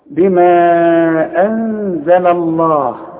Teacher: نون ساكنة برضو ما استعملش لساني، لكن بعدها الزين، والزين من حروف الاخفاء، اخفي وغن